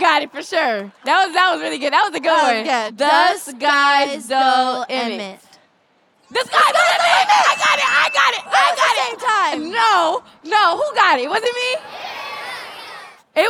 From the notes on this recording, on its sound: With a LIVE audience for this podcast episode. All with audience members playing along!